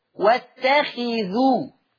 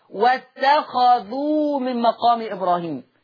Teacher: ورش يقرأ بفتح الخاء · Shown in: second take